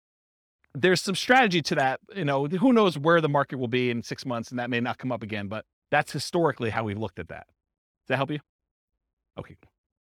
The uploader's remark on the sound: This was a live class recorded